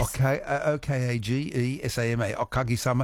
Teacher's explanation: Because in Japanese, all the syllables have equal weight. Okagisama. Whereas in English, it's the third last syllable that carries the weight.